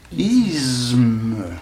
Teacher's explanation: Me étant une sonore, c'est-à-dire comportant des vibrations glottales, par assimilation, le se qui précède a une tendance, qu'on le veuille ou non, à devenir sonore lui-même